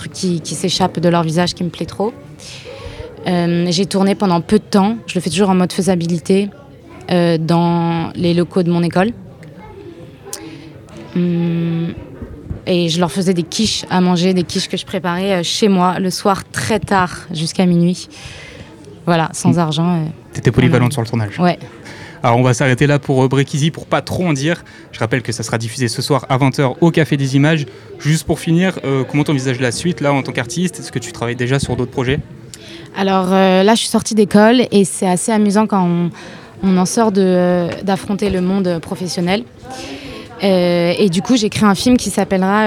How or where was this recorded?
busy venue